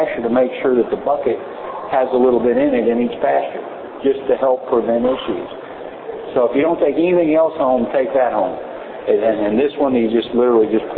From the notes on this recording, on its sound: Recorded live from 2011 PA Horse Expo includes live questions/answers.